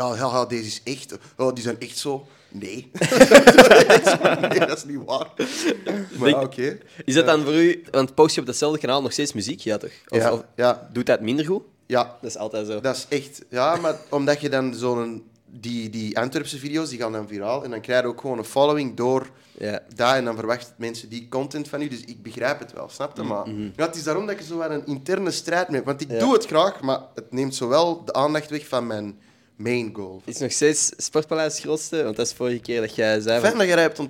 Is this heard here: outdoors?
no